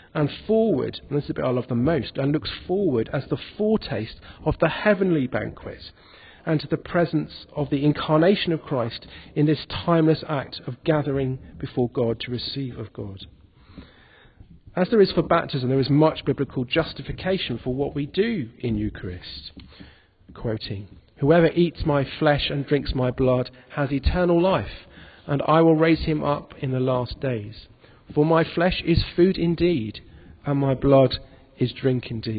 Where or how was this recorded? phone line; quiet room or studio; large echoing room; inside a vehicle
large echoing room